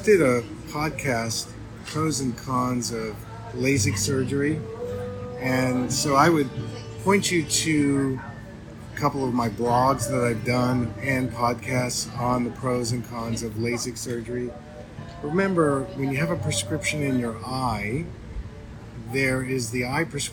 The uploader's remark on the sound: I wanted to share this live I did while consulting and teaching in Hawaii. We are live and book signing here for a little bit and had some great folks coming by.